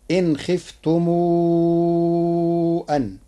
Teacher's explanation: قرأ ورش كلمتي إن خفتم أن بصلة ميم الجمع بضمها ثم يمدها مدا مشبعا فتصير هكذا إن خفتم أن.